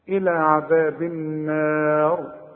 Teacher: الراء عند الوقف هنفخمها، هي مكسورة لكن تفخم عند الوقف